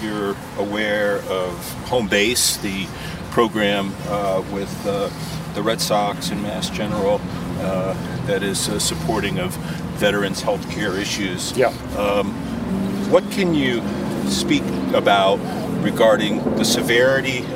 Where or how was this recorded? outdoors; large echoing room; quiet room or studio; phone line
outdoors